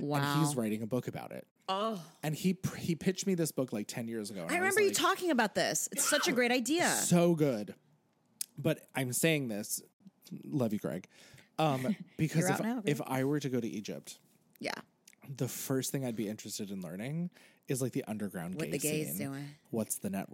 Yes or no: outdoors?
no